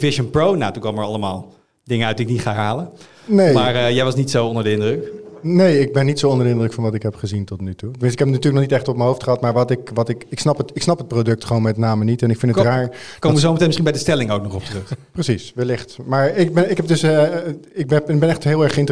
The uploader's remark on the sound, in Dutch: Op 10 juni vond de Tweakers Abodag plaats en die dag werd afgesloten met een live-opname van de podcast